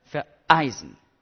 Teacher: Bei vereisen knackt es vor dem Ö · Term: Knacklaut